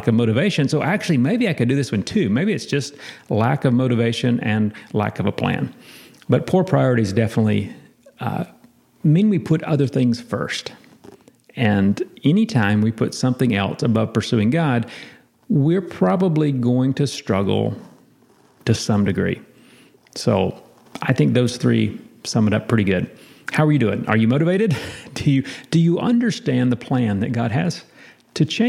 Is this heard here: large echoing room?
yes